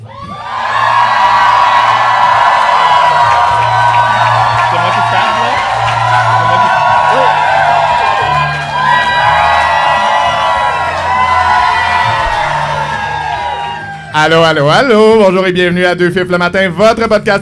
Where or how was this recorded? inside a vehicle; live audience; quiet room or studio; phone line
live audience